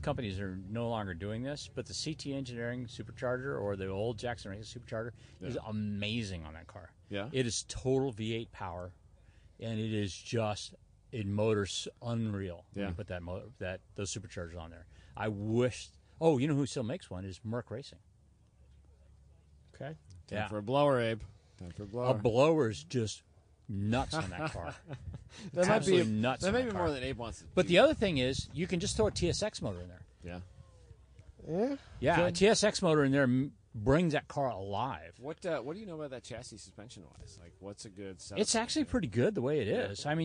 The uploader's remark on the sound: Recorded a few shows at WMHM 2019. Recorded a few shows at WMHM 2019.